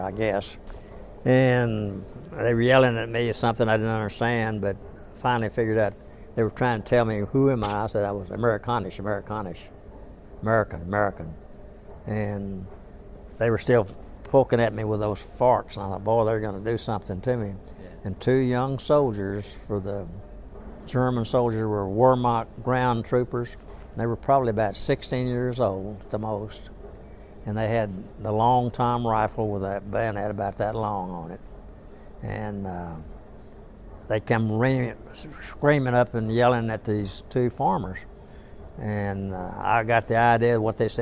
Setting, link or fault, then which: setting, busy venue